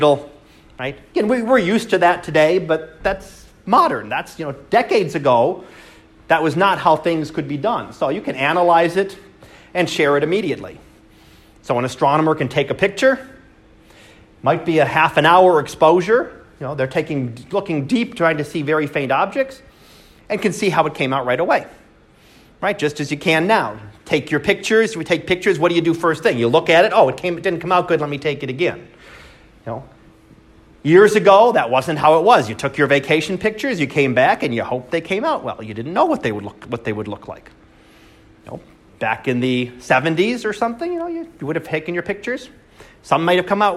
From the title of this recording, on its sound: Live Class Lecture